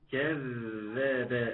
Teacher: حرف رخ، يبقى لازم فيه جريان الصوت